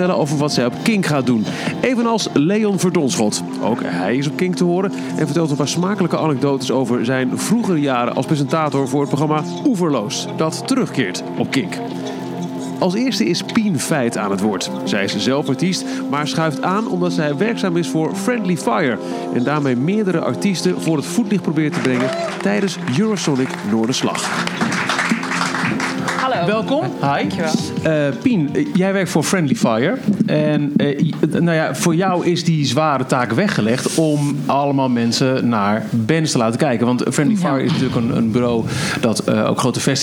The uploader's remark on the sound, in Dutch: Aflevering 3 is opgenomen tijdens ESNS zelf, op KINK re:veal.